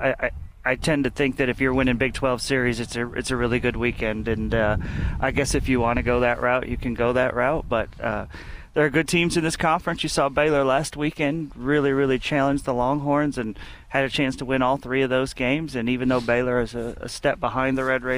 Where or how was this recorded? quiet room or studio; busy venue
busy venue